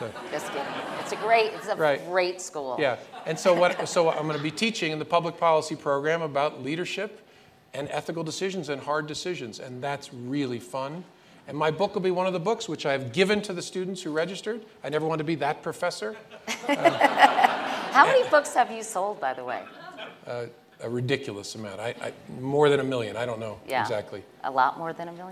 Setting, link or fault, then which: setting, busy venue